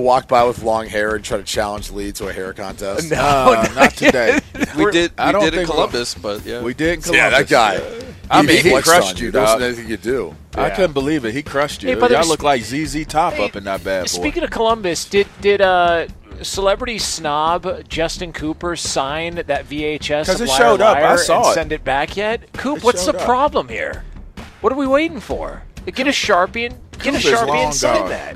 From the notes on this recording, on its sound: LIVE from Santa Anita Park for the Breeder's Cup